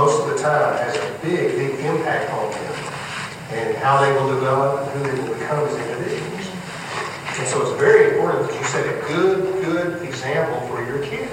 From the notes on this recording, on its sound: Audio isn’t that Great! New Hope Fellowship at River Road Amarillo, TX. I apologize for the audio, I recorded it with the voice recorder on my old iPhone.